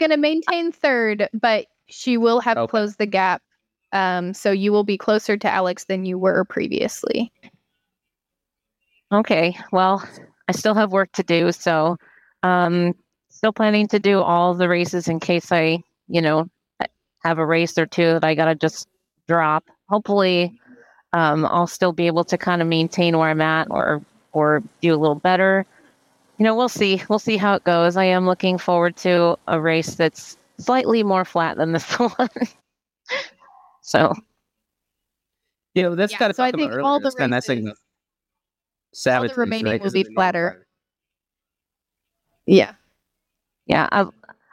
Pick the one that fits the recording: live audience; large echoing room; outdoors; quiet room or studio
outdoors